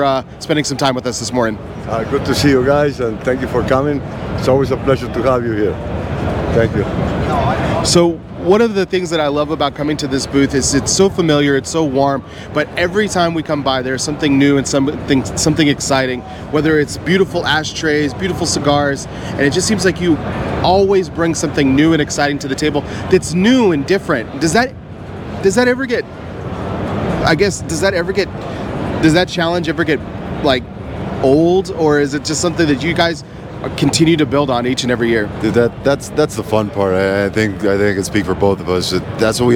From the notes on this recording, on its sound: recorded at this year's PCA